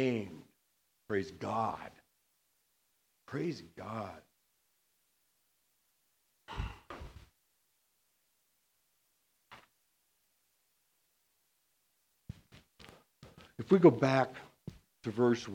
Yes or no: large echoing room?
yes